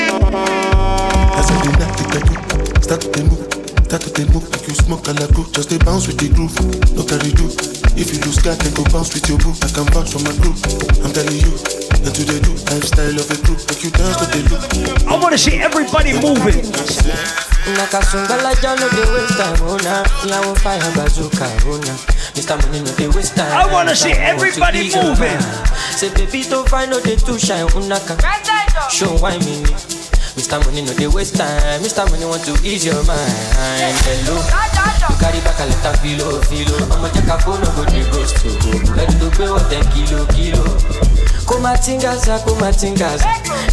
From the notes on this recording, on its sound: Live audio recording of my set at island saturdays on december 3rd.